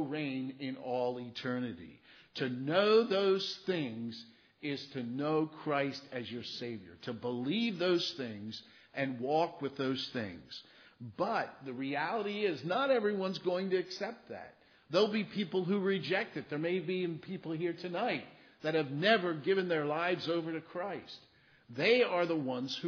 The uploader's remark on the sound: Christmas Eve Service (Audio)